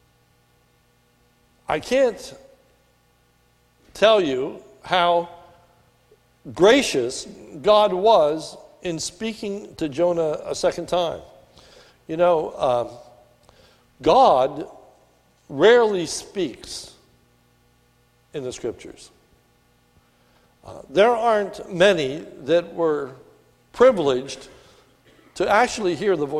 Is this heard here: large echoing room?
yes